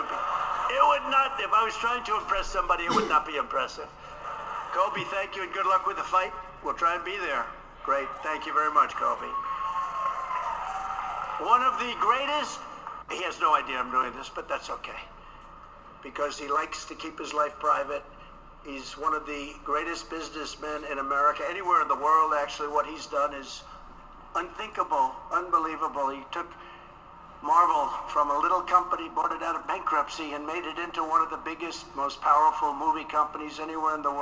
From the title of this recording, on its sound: ON LOCATION AT TPUSA CONFERENCE